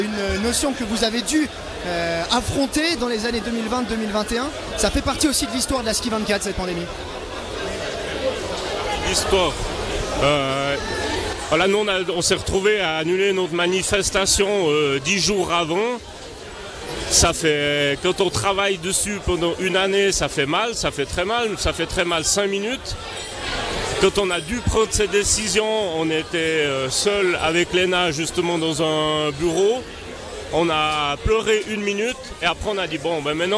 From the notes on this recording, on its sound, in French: La table ronde est en direct de la "Ski-24". La compétition de ski de fond en relais vit sa dernière édition en 2023 aux Mosses.